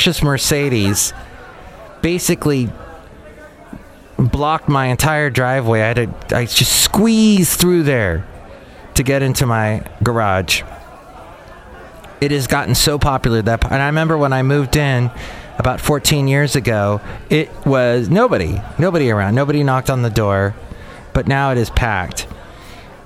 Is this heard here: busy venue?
yes